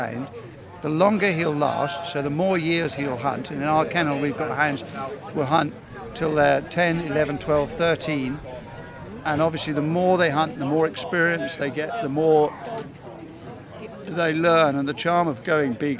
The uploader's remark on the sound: recorded at the Alresford Show